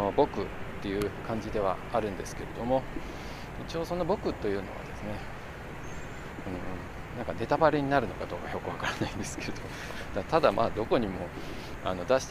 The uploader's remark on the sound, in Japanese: 華山1914文化創意産業園区の公園内にて歩きながらの収録。